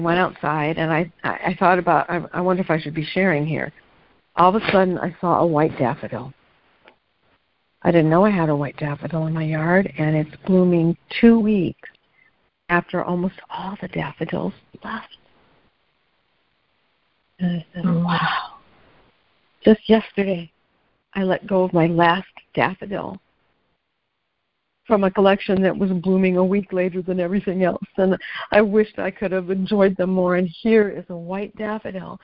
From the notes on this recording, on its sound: ACIM Daily Conference Call